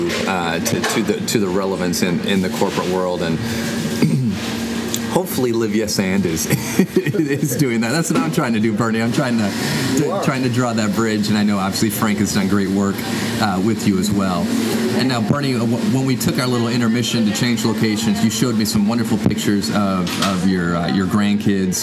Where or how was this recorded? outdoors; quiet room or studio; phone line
outdoors